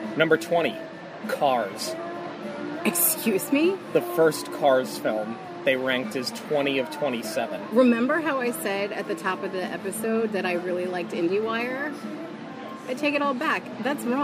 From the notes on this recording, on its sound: We are taking the show on the road, recording live from Baseline Taphouse at Disney's Hollywood Studios.